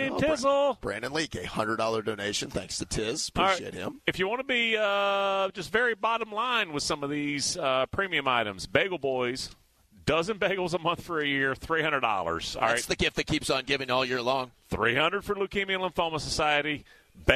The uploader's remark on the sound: broadcast live from Beaver Toyota in Cumming for this year's Radiothon